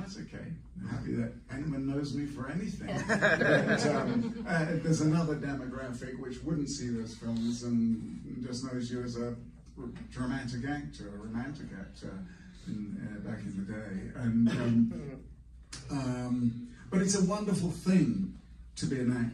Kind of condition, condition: setting, live audience